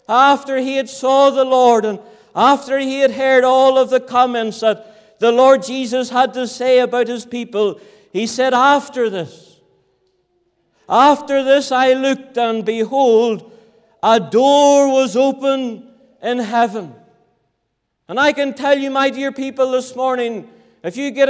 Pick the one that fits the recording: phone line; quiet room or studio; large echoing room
large echoing room